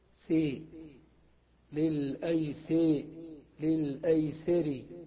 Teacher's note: وهذا الموضع قال فيه ابن مالك رحمه الله: والفتحة قبل كسر راء في طرف أمل، ك للأيسر مل تكفى الكلف. للأيسر مختوم براء مكسورة قبلها سين مفتوحة، فتحة السين تجوز إمالتها · Term: الإمالة